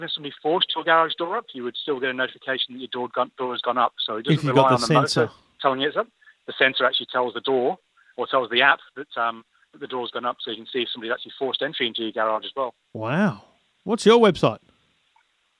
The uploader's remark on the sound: taking your calls